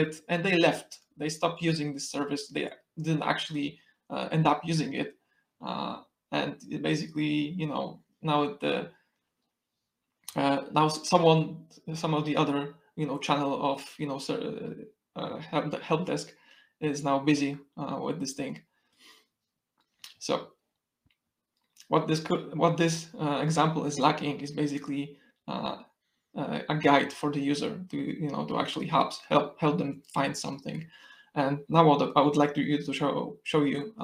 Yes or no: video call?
yes